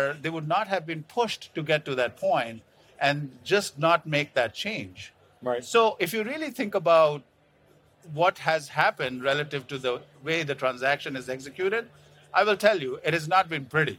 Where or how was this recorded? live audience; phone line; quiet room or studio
live audience